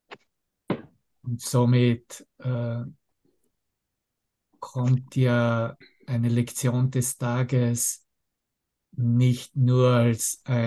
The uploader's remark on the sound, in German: Zoom-Session. Veranstaltet von der Aleph Akademie.